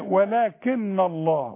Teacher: طب وعند الوصل النون هتضيع شوية · Term: بخنفة